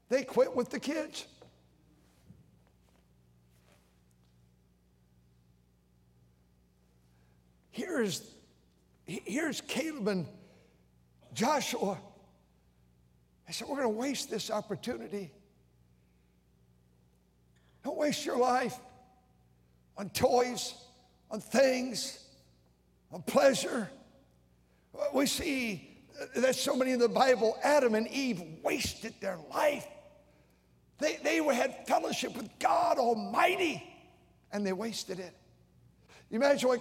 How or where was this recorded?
large echoing room